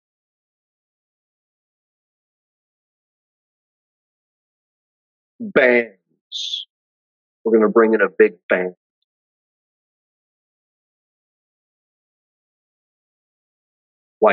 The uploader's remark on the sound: Sermon delivered at Pilgrim Baptist Church on Sunday, January 8, 2023, at 6:15 pm.